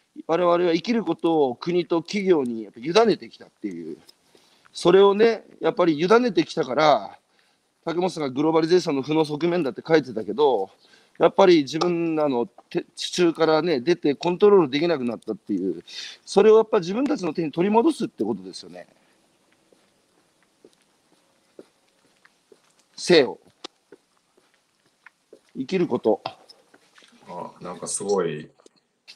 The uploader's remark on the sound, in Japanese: 歩きながら1時間、対談する